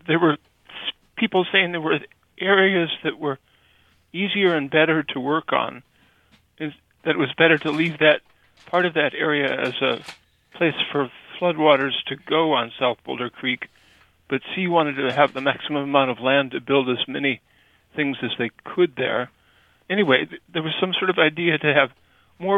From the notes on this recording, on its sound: from listeners who called in to share their stories